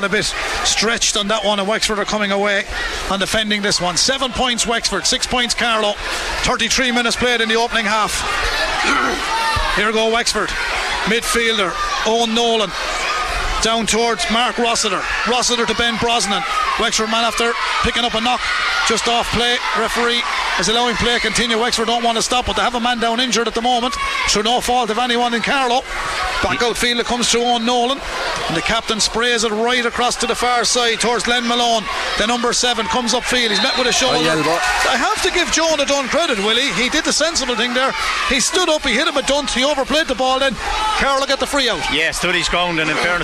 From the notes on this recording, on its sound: Chadwick’s Wexford Park beckoned. We were live in the stands for full commentary and analysis.